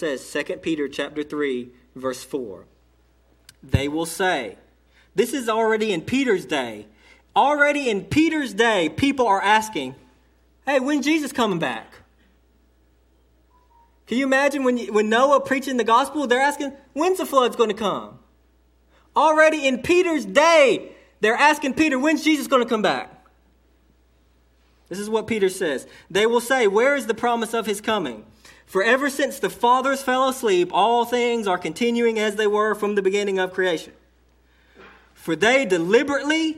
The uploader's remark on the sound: delivered to Cottondale Baptist Church in Eastman, GA